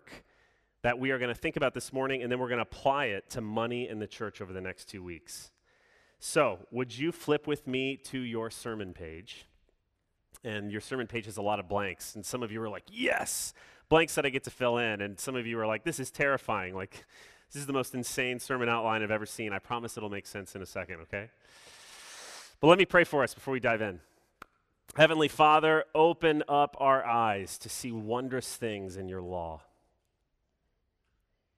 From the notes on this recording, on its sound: Sermon delivered Sunday, June 6, 2021